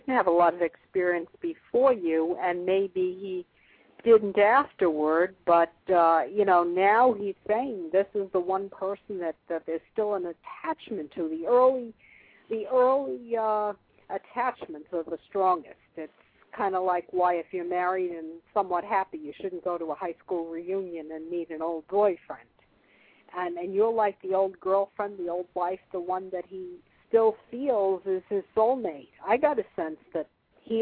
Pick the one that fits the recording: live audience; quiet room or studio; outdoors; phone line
phone line